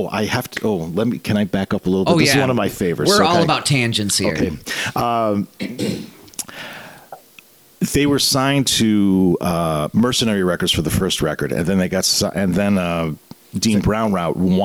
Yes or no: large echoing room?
no